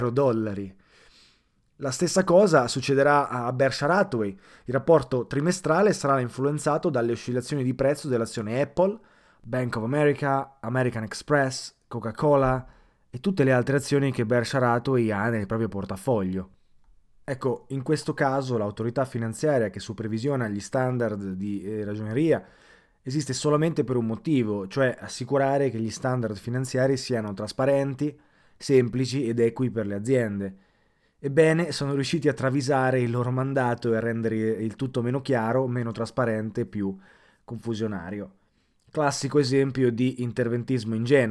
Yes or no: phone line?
no